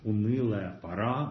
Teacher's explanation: унылое – это протяжное «ы», как будто бы такое длинное размышление